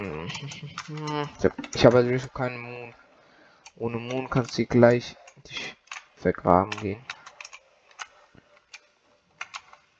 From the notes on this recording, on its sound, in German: die Audio Qualität ist wieder mal scheisse